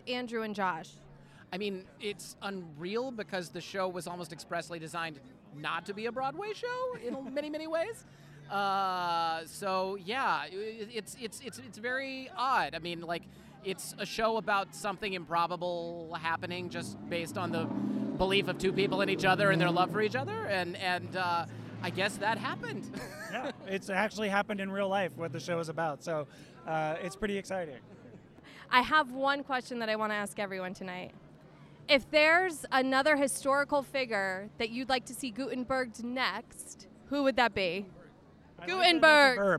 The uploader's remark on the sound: Is live on the red carpet of Gutenberg! Live from Gutenberg! The Musical! Red Carpet. Is live on the red carpet of Gutenberg!